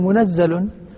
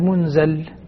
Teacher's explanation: عند حفص أنه منزل بتشديد الزاي · Shown in: first take · حفص ورش يقرأها بتخفيف الزاي منزل.